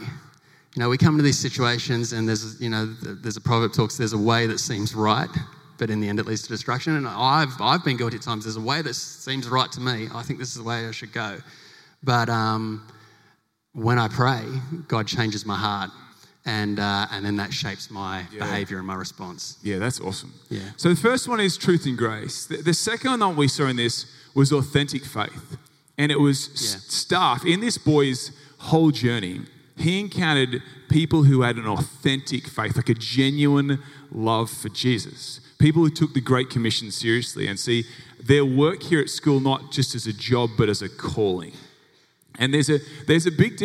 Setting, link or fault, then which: setting, live audience